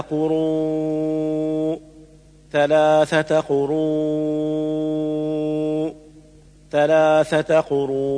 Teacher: المد المتصل العارض هو المد الواجب المتصل في آخر الكلمة الموقوف عليه بالسكون، وسمي متصلا لوجود الهمزة بعد حرف المد في كلمة واحدة، وسمي عارضا لسكون الهمزة لدى الوقف، ويوقف عليه بالتوسط أو فويق التوسط أو الطول، أي 4 أو 5 أو 6 حركات، ولا يجوز قصره 2 حركات لقوة الهمزة بعده.